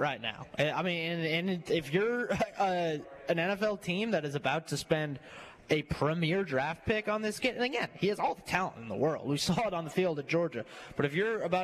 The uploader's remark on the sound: LIVE from Moe's Barbecue